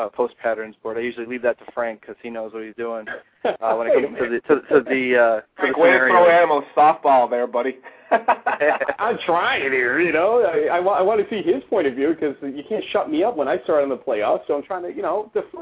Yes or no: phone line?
yes